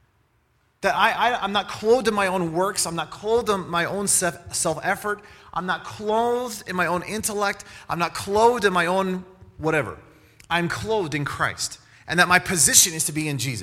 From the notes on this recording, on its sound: special edition message during our Alumni Conference